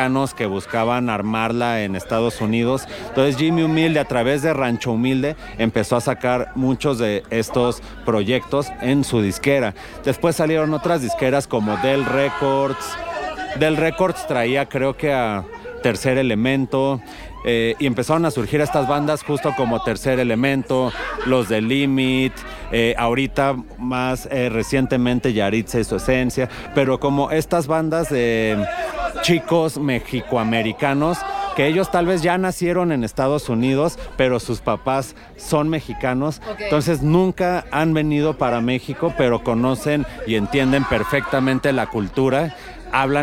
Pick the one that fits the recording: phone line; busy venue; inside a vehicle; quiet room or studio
busy venue